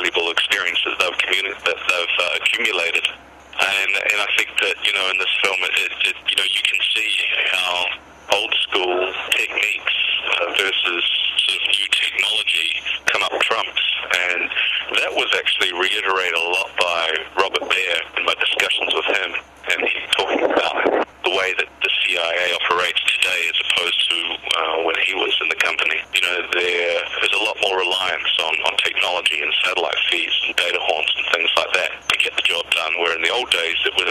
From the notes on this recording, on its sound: This is a recording of a conference call